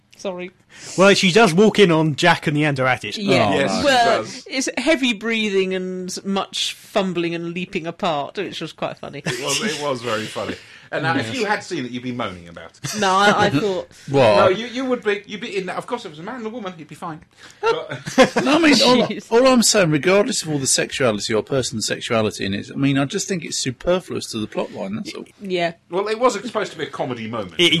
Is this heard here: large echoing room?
no